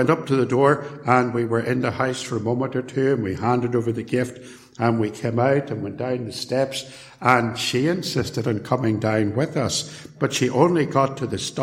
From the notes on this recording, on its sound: A sermon preached at Templepatrick Reformed Church, on Lord's Day evening.